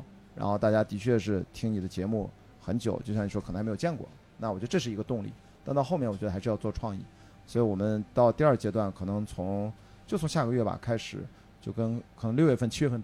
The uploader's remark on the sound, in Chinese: 这是我在【声量】活动当天的第二场录制，是下午14点在阿那亚的BAR LOTUS。